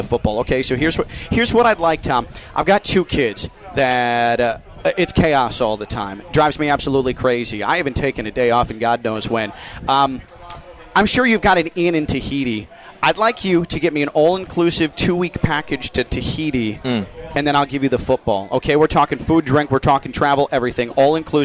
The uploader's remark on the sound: Full Show LIVE from the Roofclaim.com Boca Raton Bowl Golf Outing